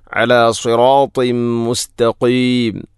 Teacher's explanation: അലാ സിറാത്തിം മുസ്തഖീം അലാ സിറാത്തിൻ ശേഷം തൻവീനു ശേഷം മീം വന്നാൽ ഇദ്ഗാം കാമിൽ, തൻവീനിനെ മീമിലേക്ക് ഇദ്ഗാം ചെയ്യണം